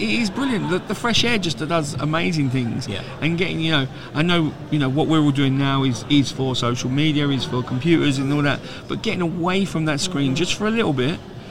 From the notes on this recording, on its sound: Live from our stand at the Motorhome and Caravan Show 2022